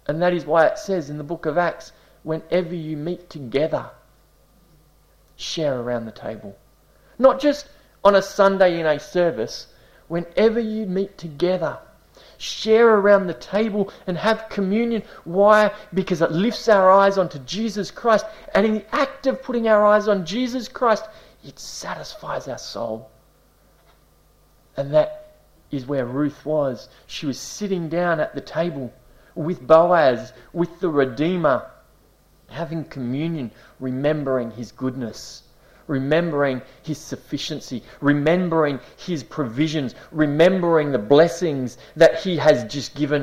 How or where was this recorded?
large echoing room